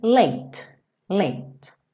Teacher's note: Perceba que esse som late acaba no T, você não segue pro E.